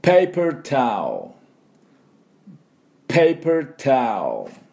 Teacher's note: タオって口をすぼめて L でルで終わり。ここでルって言って、歯の、ね、前歯の裏に舌をくっつけて終わりです